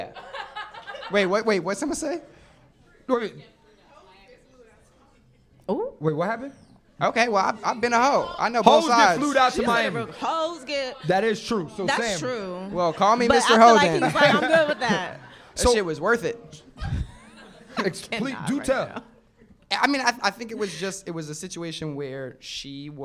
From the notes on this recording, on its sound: Live From New York City. Live at Caroline's in New York City. Live Podcast.